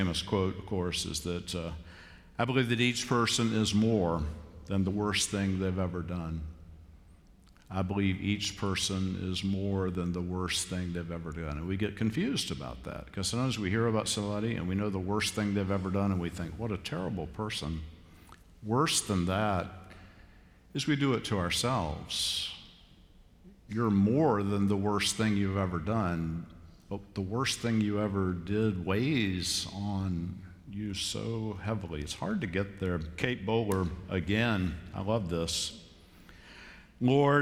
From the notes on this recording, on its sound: Worship at Myers Park (ASL). Live from Myers Park United Methodist Church in Charlotte, North Carolina.